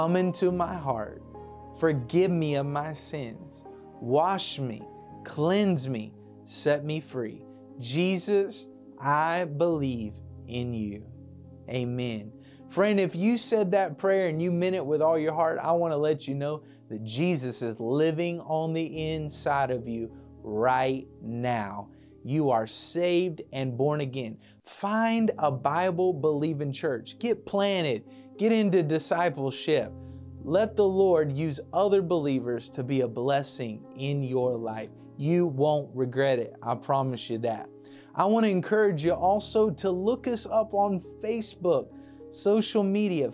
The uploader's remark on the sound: Preached at Cornerstone Church in Salisbury, NC